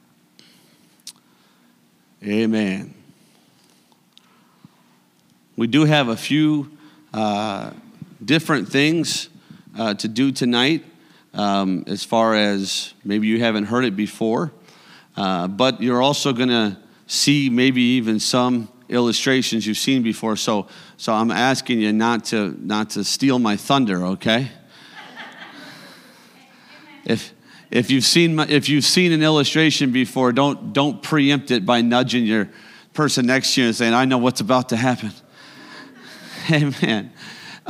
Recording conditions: large echoing room